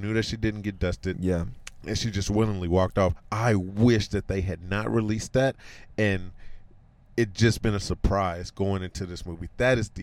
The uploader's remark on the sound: recorded our instant reaction in the car right outside the movie theater!